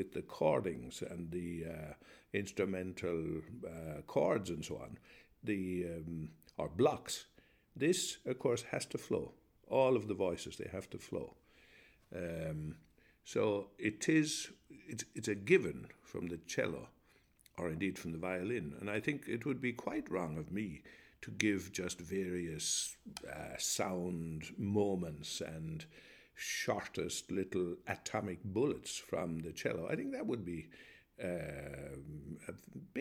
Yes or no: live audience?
no